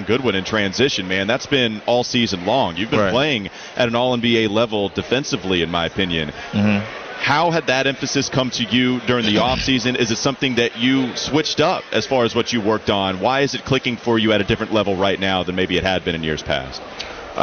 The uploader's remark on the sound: joins the show live from the cornucopia event